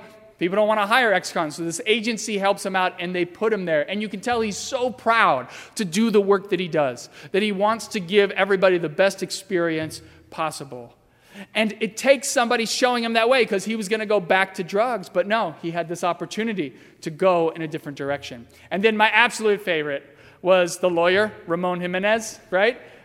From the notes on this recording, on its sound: during the 10:30 AM service on Sunday May 26, 2019, at First Presbyterian Church of Arlington Heights, Illinois.